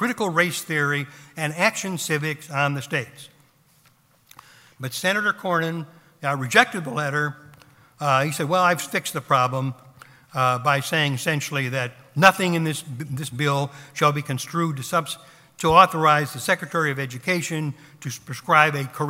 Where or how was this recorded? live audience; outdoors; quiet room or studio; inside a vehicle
live audience